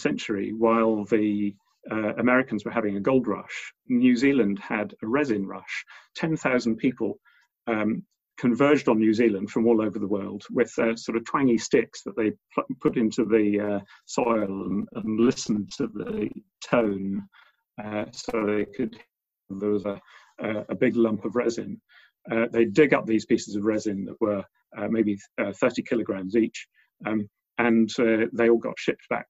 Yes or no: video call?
yes